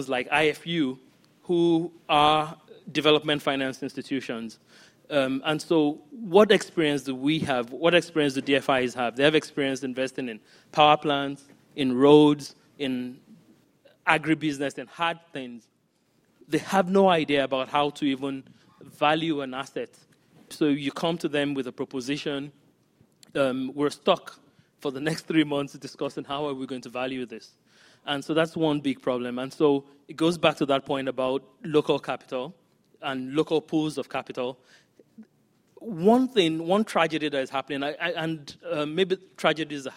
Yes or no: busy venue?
yes